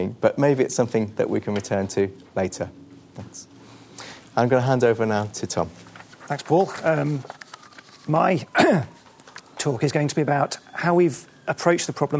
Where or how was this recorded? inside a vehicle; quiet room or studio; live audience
live audience